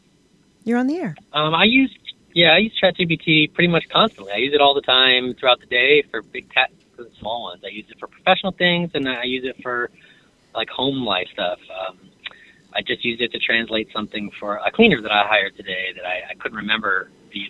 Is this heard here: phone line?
yes